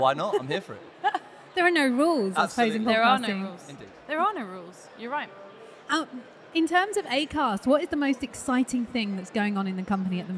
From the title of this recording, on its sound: Live in London